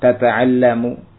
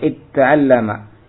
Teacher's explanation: Yang kedua idghamu al-ula fi tsaniyah, dilebur ta yang pertama pada ta yang kedua. Ma'ajtilabi hamzatil wasl, dengan mendatangkan hamzah wasl · Shown in: second take